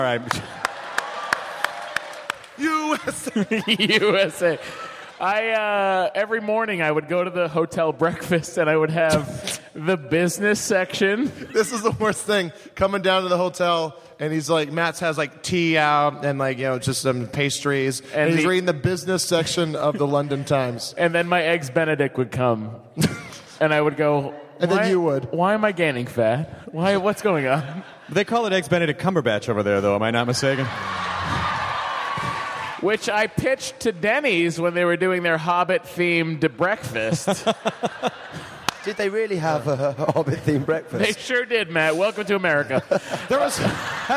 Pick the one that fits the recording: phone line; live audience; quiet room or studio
live audience